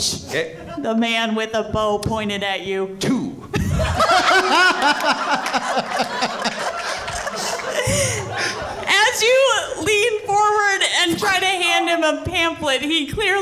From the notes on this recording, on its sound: This episode was recorded live at Grand Rapids Comic-Con. Music and Sound F/X by Syrinscape.